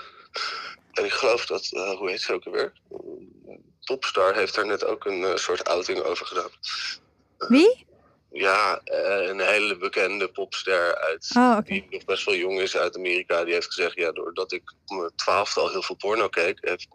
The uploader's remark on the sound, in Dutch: Weliswaar niet live in de studio, maar aan de telefoon.